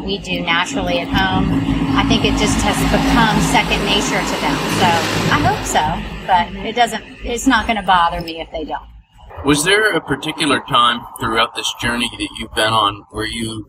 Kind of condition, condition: setting, outdoors